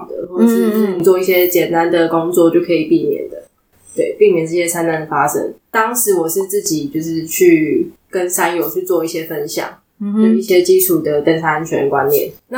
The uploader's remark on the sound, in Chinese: 這次換了新的錄音環境(終於可以跟垃圾車音樂 say 8181) 導致收音不清楚